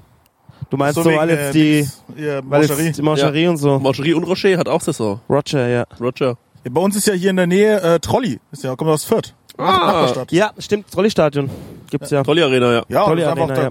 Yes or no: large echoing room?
no